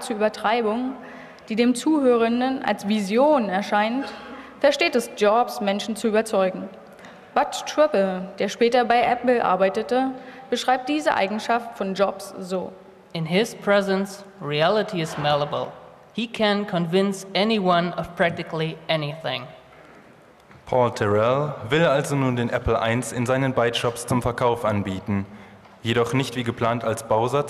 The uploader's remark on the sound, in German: Live-Performance der Hörspielwerkstatt der Humboldt-Universität Berlin in deutscher und englischer Sprache.